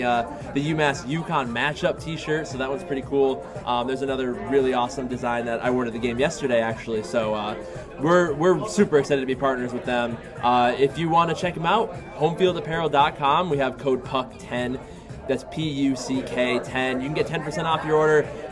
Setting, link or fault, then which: setting, busy venue